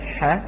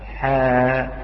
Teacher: هذا ما قاله البعض كذلك، لأن عندما نقول مثلا ح، لو زدنا في فتحة، لو زدنا في فتحة، في فتحة الحاء فأصبحت حاء